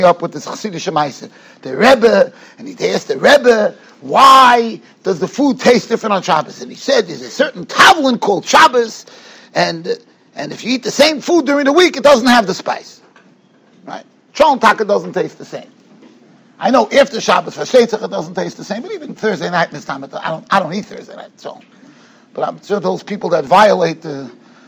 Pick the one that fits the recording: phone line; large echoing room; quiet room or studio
large echoing room